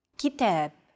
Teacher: the second syllable is stressed. It's pronounced longer and louder, while the first and final syllables are shortened.